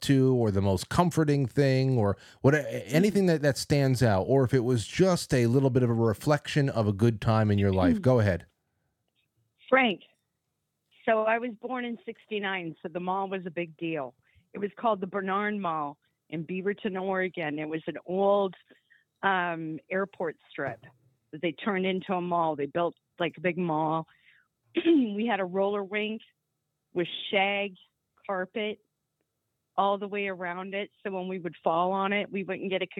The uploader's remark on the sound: We’ll take calls and submissions from the audience